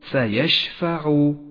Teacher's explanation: صفة التفشي لحرف الشين صفة قوة لهذا الحرف